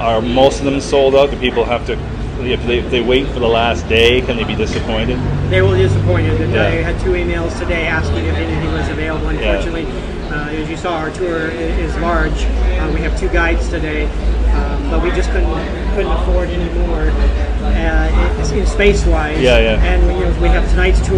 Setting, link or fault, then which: setting, outdoors